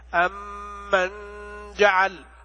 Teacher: وأيضا مما ينبغي مراعاته وهو خطأ يحصل في بعض البلاد أنهم يقرؤون الإخفاء إظهارا بغنة